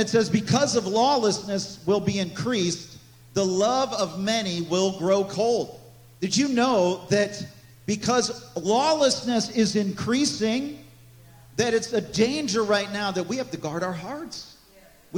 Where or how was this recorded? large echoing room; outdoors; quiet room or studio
large echoing room